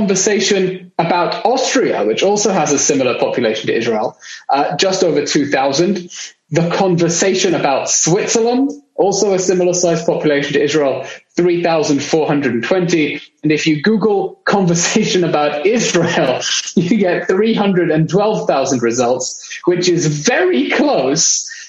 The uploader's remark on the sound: international Zoom session